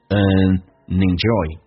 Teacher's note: enjoy 有一个连音，and 组合用 and 连音就变成 an enjoy. And 说成 an，然后用 and 连音 and enjoy playing the piano